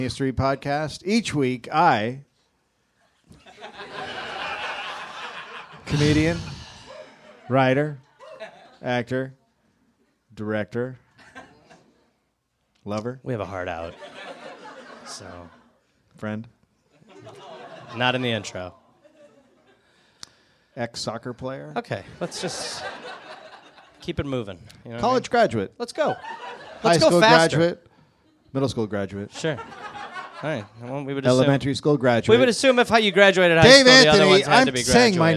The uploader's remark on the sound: Live in Los Angeles